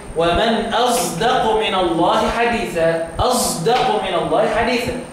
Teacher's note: قرأها بالصاد ساكنه قبل دال في كلمه واحده. اشمام الصاد صوت الزاي